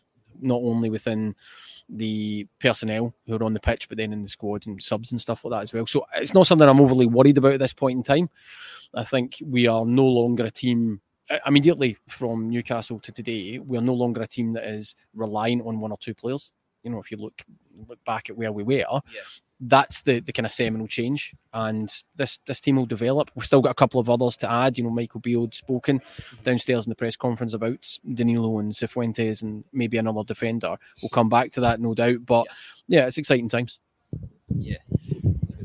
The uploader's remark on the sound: Live from Ibrox.